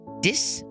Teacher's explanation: my daughter is all THs make a D sound